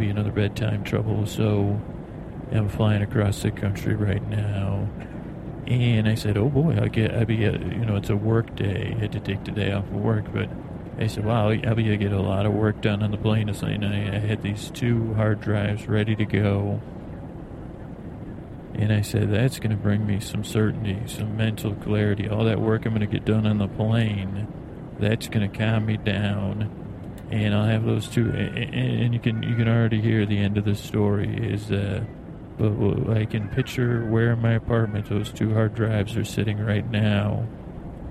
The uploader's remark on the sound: On a Plane | On Location.